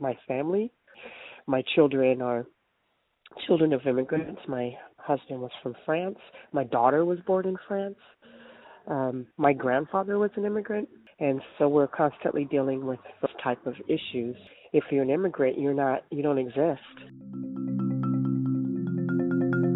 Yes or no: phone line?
yes